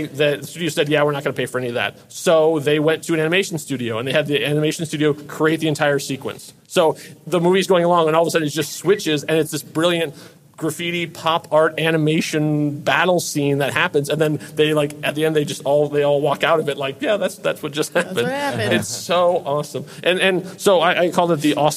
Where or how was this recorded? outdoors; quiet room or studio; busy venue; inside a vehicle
busy venue